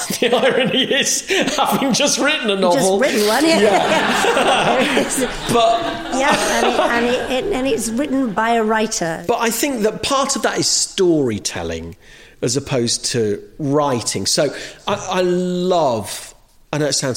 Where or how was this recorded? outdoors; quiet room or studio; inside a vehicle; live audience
live audience